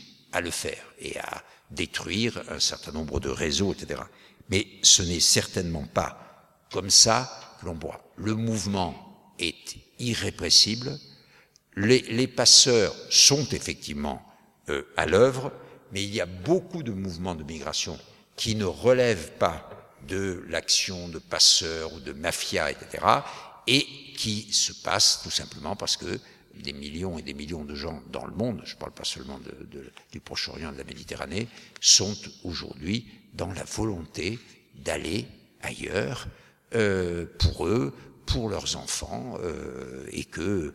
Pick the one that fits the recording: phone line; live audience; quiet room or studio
live audience